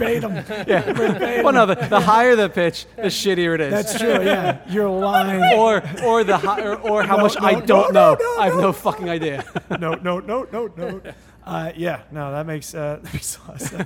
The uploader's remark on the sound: We travel to the pride of Delco PA: 2SP Brewery. Beer crew to remote cast live from the brew floor.